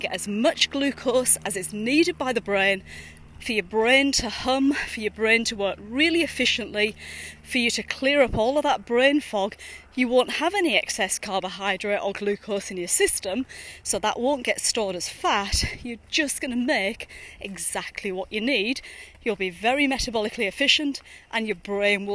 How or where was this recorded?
outdoors